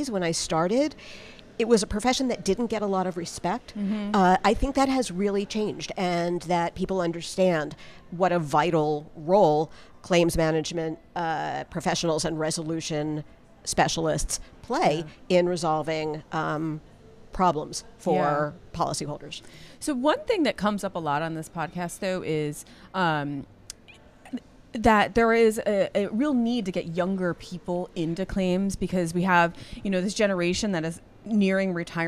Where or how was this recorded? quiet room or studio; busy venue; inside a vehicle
busy venue